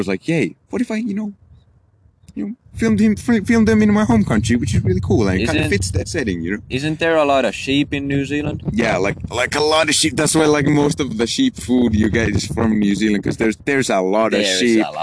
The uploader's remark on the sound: In this episode we are outside on a friday night rambling as always.